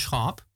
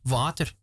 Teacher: in heel veel dialecten is de klinker van water en de klinker van schaap dezelfde. In dat standaard Nederlands is dat zo.